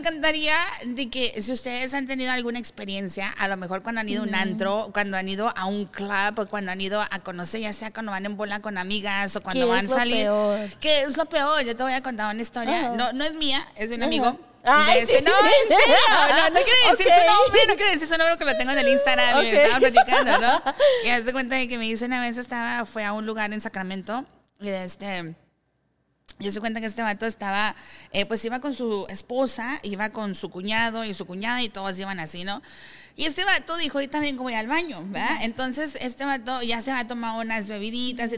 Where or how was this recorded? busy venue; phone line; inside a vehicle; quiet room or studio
busy venue